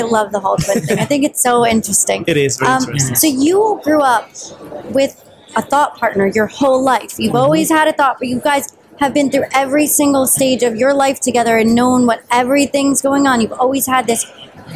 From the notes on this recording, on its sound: live at the NYSCATE annual conference